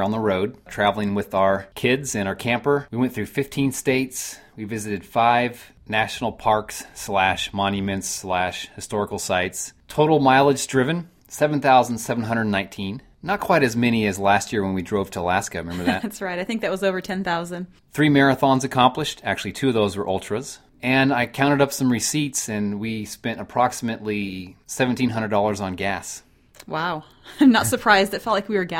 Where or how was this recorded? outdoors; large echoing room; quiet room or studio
quiet room or studio